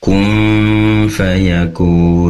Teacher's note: Kemudian kum fayakun, di situ ada nun sukun bertemu dengan fa, tentunya ikhfa hakiki. Tadi terbaca seakan idhar kun fayakun, namun perlu didengungkan kun fayakun.